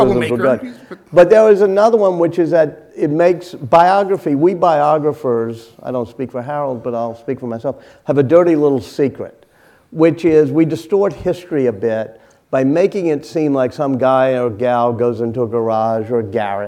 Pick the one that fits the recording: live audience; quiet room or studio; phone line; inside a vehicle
live audience